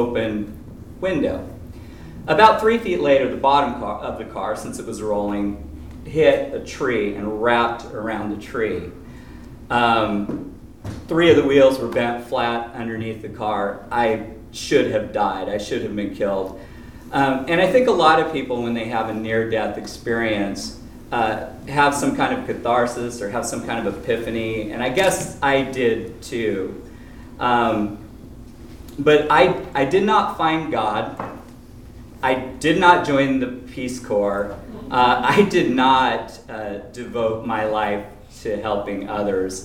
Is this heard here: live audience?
yes